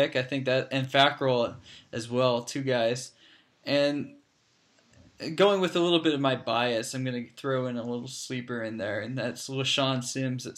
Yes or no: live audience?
no